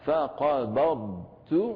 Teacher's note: الضاد هنا ساكنة يتم إظهارها بالرخاوة والجهر والاستطالة